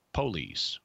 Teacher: you'll hear police pronounced police, which stresses the first syllable